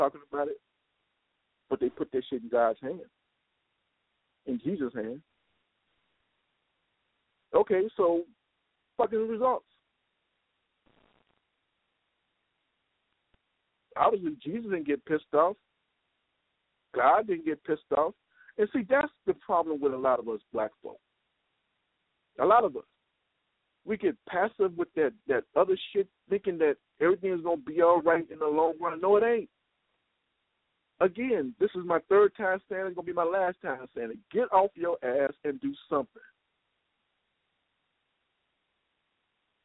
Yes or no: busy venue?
no